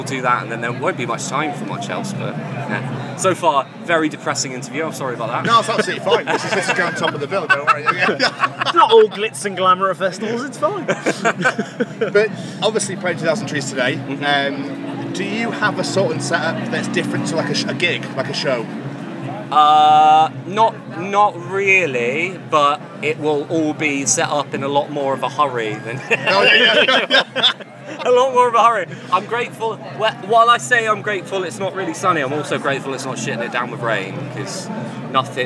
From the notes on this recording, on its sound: Live from 2000 Trees 2023